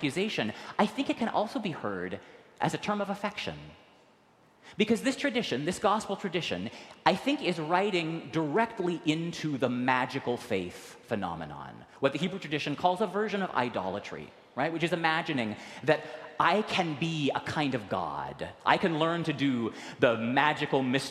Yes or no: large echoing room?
yes